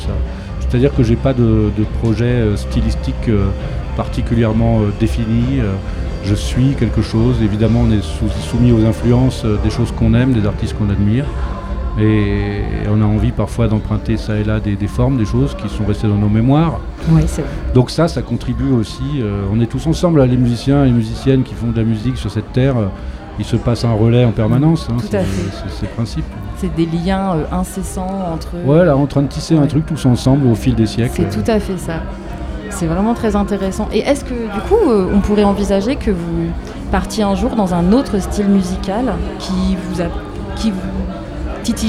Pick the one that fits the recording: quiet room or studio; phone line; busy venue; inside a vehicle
busy venue